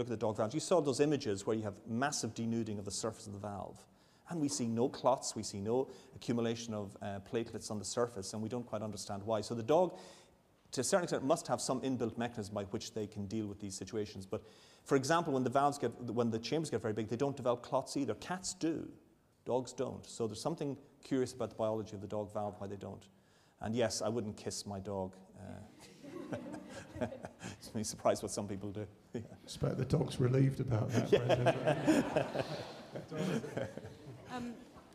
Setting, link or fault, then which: setting, live audience